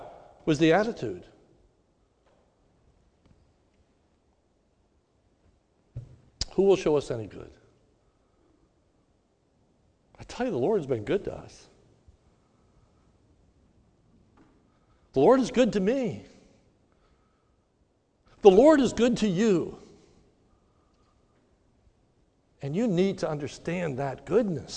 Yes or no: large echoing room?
yes